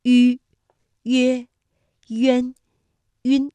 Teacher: 两唇要拢圆，略向前凸，舌尖抵住下齿背，使舌面前部隆起和硬腭前部相对 · Term: 舌面单韵母